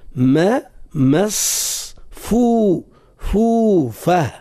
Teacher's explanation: لابد أن نفخم صوت الصاد تفخيما ناشئا عن صفتي الاستعلاء والأطباق، ولا وردوا بالنا باش ما يتأثرش الميم قبل الصاد بالتفخيم، فيصبح النطق بالميم ما مصفوفة، والفاء يولي فو فو، وهو فا فو مصفوفة.